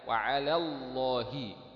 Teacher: رقق اللام بتاعت على فخم او غلظ لام كلمه الله